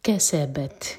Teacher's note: تا پر سکون ہے تو تا پر حمز کی جائے گی یعنی کہ ہم سانس جاری رکھیں گے